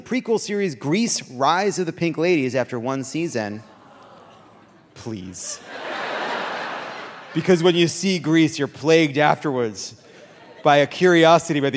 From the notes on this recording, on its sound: Live from San Francisco!